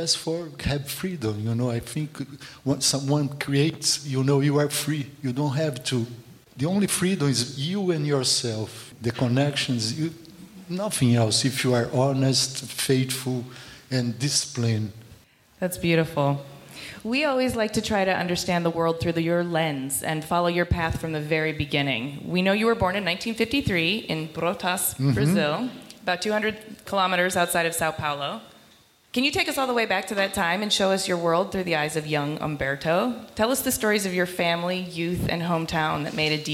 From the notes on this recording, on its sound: hosting this episode of Clever LIVE at their event during NYCxDesign